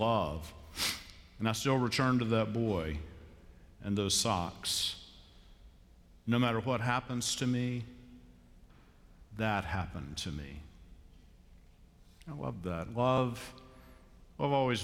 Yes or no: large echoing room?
yes